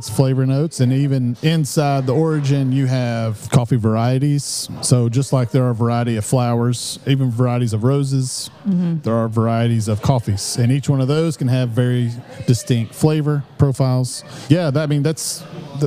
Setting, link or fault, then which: setting, busy venue